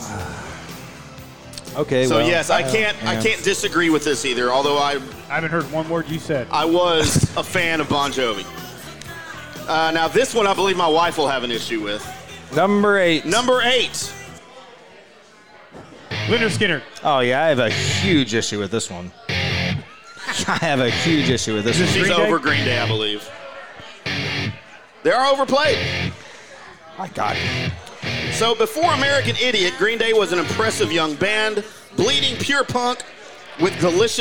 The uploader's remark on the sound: LIVE at Barrel & Bones in The Colony